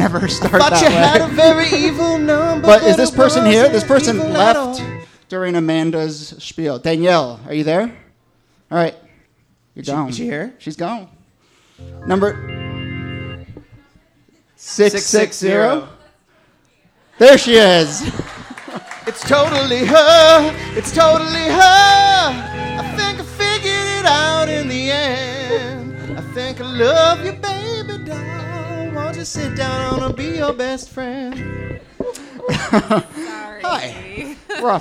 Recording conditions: live audience